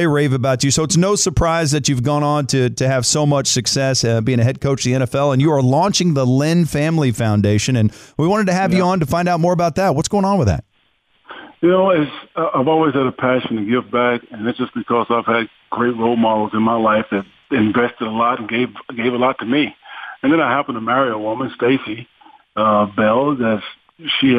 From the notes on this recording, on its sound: called in to the Ben and Skin show